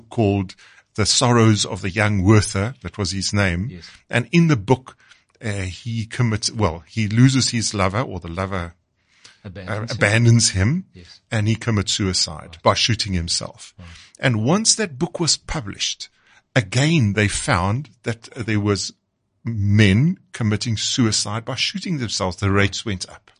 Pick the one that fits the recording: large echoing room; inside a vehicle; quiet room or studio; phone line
quiet room or studio